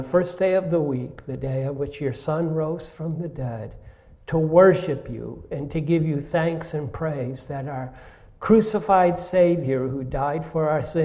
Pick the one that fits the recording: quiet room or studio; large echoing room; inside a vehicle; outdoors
large echoing room